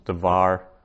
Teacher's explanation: So nouns, we saw on page 28 there, page 28, section 5, the right-hand column, we had a hadavar, the word, but then if you join that noun to a following noun or something, then, so that it becomes words of, you shorten up the first vowel, so it becomes devar